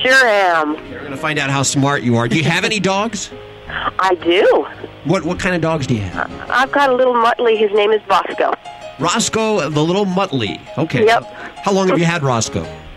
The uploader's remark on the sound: Your phone calls.